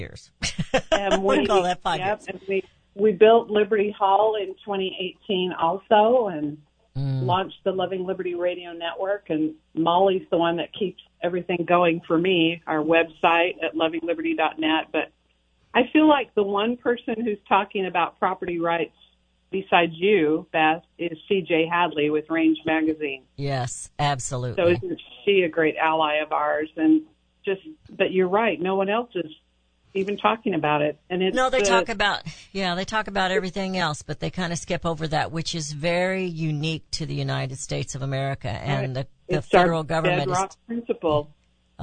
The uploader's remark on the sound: takes congratulatory phone calls from listeners across the country